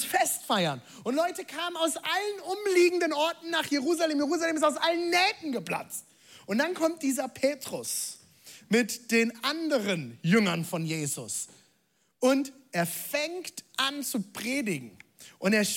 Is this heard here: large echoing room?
yes